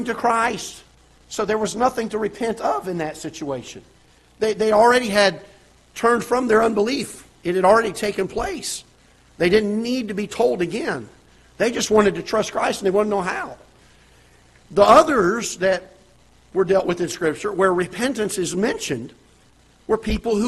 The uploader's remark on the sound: Ketha Heights Baptist Church ~ Live Broadcast.